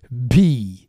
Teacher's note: c'est la racine verbale bi, avec l'aspiration et la voyelle longue.